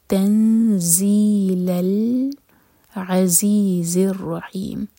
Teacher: 2 seconds کا ٹائم اور زا پر بزنگ ساؤنڈ